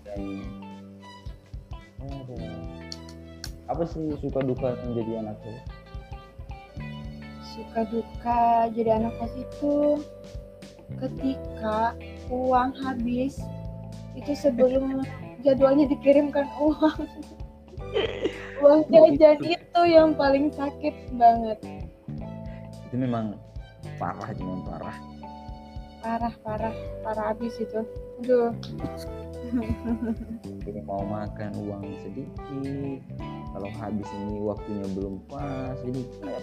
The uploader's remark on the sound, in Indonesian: Mohon maaf jika suara saya kurang terdengar